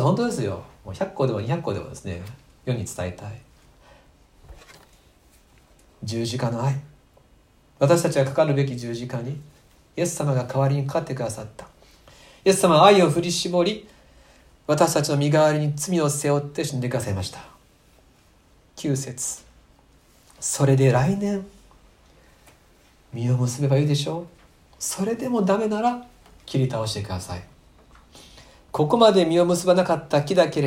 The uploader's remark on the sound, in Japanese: 2020年9月27日吉備教会礼拝メッセージ録音